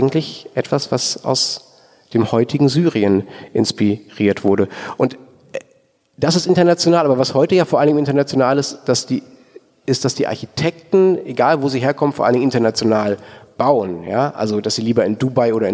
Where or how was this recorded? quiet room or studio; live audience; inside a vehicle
live audience